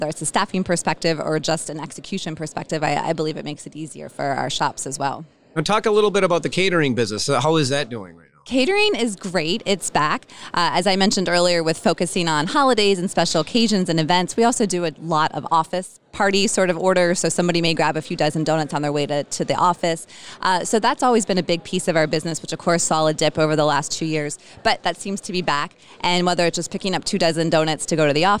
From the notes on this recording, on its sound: joined me at the Restaurant Leadership Conference recently